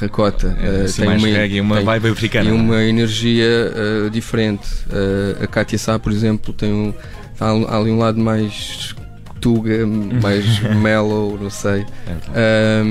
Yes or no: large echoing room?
no